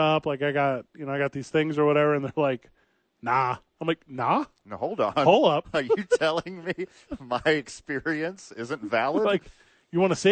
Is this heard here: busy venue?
yes